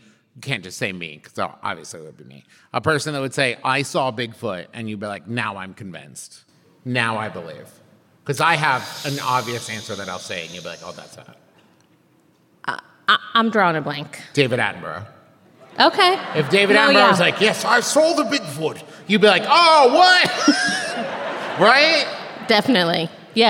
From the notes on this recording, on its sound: This week’s episode is the LIVE show from Cincinnati, OH!